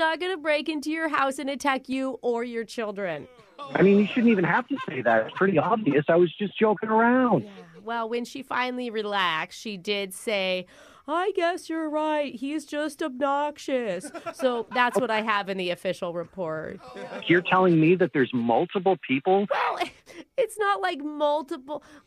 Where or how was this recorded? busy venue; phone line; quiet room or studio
phone line